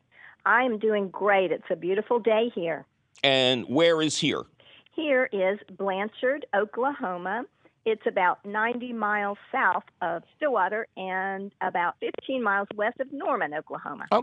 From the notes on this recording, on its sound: your digging phone calls!